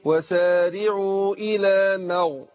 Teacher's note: هنا عندنا الميم حرف مستفل، حرف مرقق، وبعده الغين حرف مستعلي، حرف مفخم